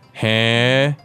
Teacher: it's an H-E sound with a rising intonation.